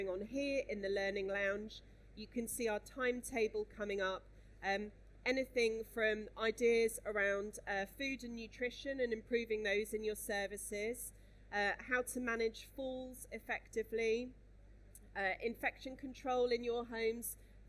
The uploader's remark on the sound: Residential & Home Care Show. This Podcast is a recording of one of the panel discussions.